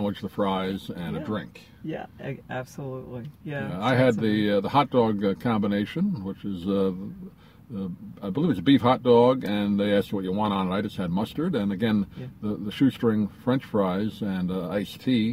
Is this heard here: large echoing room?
no